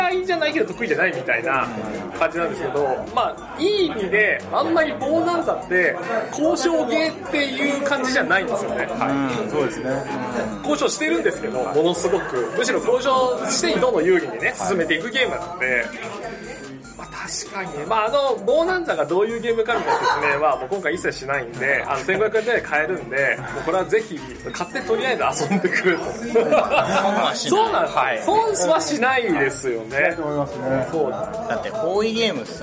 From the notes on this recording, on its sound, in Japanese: 月末にイエサブ秋葉原RPG館で開催されたアナログゲーム体験会の終わりしなに収録しています。体験会が好評だったため、若干ガヤが入っておりますがご了承ください。